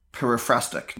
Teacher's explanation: It's not peripheristic. The stress is on the third syllable in periphrastic